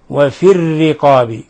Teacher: الراء جاءت مكسورة كسرا لازما فلا بد من ترقيق الراء. وفي الرقاب ولا نقول وفي الرقاب لا، وإنما وفي الرقاب وفي الرقاب، لأن الكسر اللازم يضعف الحرف يضعف الحرف، والراء إذا كسرت أو سبقها ياء ووقفنا على الراء فإنها ترقق.